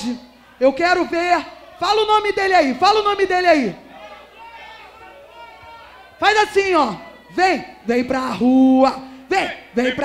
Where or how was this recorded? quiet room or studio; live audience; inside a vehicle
live audience